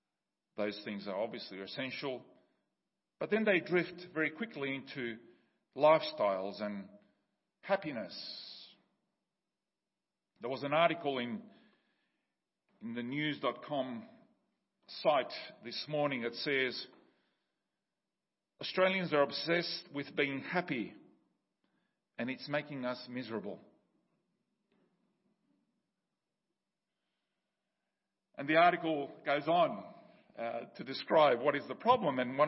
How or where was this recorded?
large echoing room